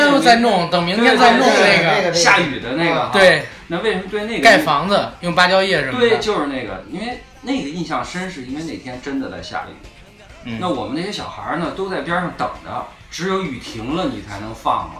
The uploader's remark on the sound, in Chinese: 本期因录制设备出现问题，主播三人是使用录音笔进行录制，因为只有一条音轨，无法充分剪辑，望请见谅。